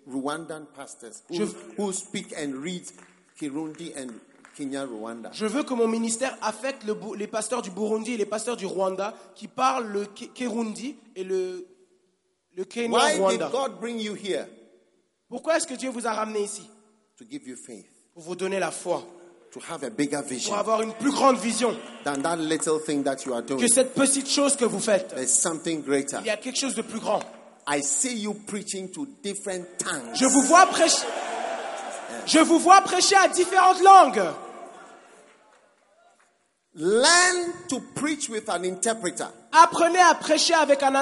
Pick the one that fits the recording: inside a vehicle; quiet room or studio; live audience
live audience